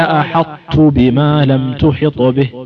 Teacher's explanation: ننطق تاء مطبقة فيها صفة الإطباق لأن الطاء هذه صحيح أن أدغمناها وذهب الحرف لكن بقيت صفة الإطباق فأنت بغيت تنطق أحط بهذه الكيفية قال أحط بما لم تحط